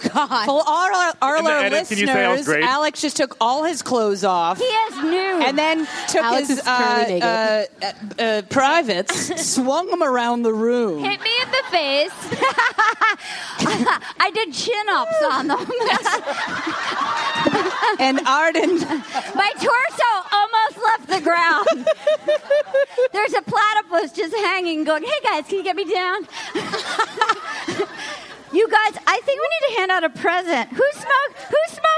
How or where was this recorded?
live audience